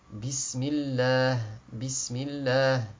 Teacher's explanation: le lem du nom de Allah obéit au tarqiq quand il est précédé d'une kasra. Quand il y a une kasra avant, on va dire Bismillah, on ne dit pas Bismillah, parce que la kasra facilite le tarqiq.